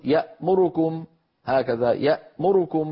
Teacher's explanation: اختلس ضمة الراء بمعنى أتى بها سريعة مقصورة الزمن أكثر مما جاورها · Term: الاختلاس